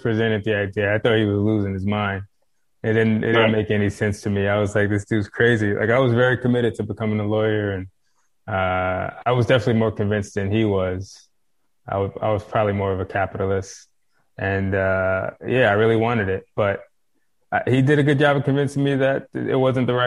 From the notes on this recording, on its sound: joined me over Zoom